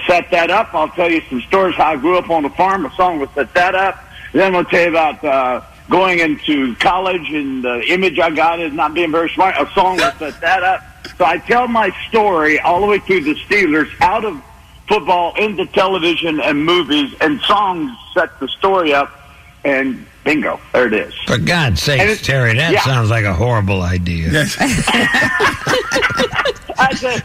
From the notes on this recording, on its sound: called into the big show